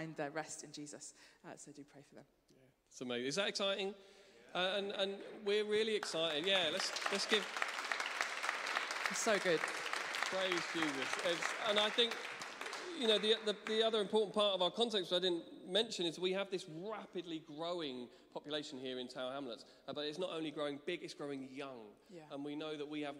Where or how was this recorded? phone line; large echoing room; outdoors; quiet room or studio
large echoing room